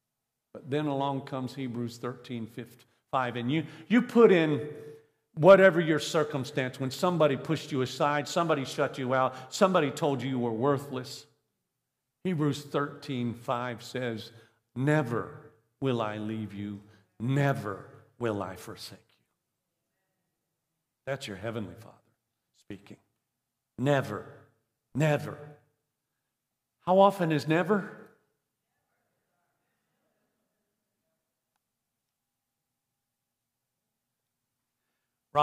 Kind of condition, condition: setting, large echoing room